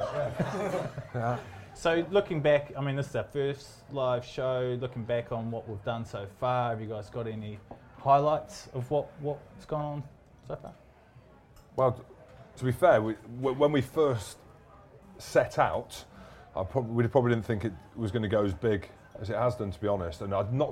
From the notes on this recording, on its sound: Our first ever live show at The Cabbage Patch in Twickenham. In front of a packed house on Friday evening before the Wales v Ireland game.